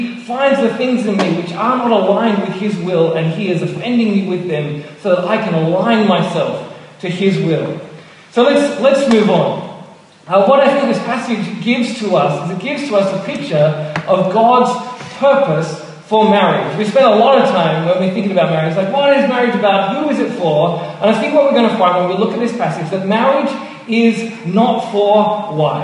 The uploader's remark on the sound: Apologies for the poor audio quality. Originally preached at Mitcham Baptist Church in 2015.